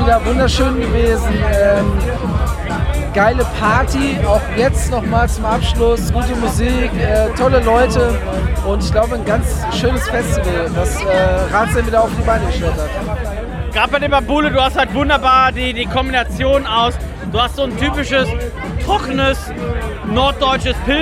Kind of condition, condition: setting, busy venue